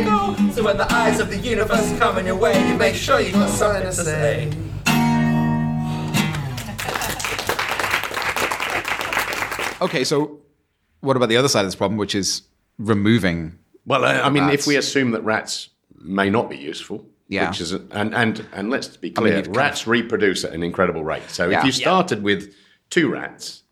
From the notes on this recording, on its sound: This weeks jam-packed episode was recorded from Northumbria Water’s Innovation Festival.